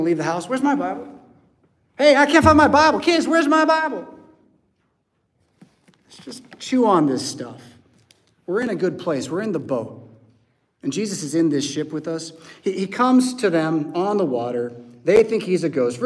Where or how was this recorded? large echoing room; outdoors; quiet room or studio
large echoing room